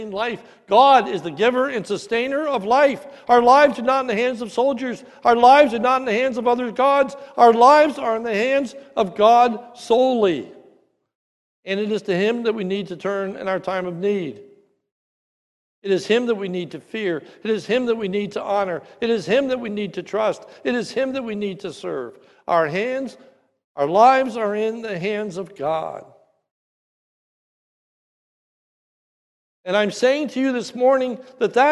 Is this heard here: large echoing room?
yes